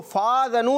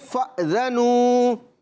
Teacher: جھٹکا دیں گے حمزہ کے اندر · Shown in: second take